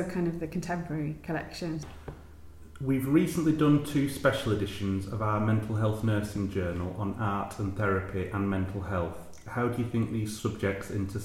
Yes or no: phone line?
no